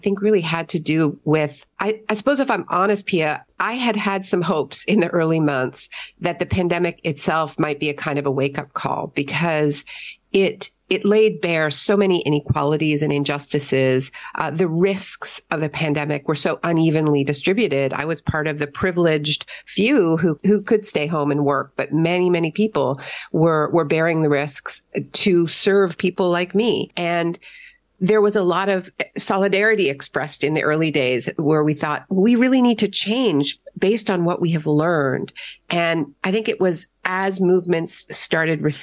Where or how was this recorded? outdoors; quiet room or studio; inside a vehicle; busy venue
quiet room or studio